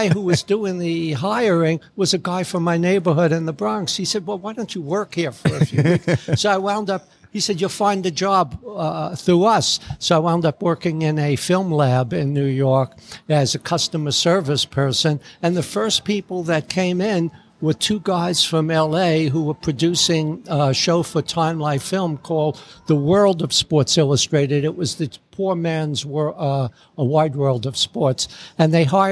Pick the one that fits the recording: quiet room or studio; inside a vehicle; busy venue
busy venue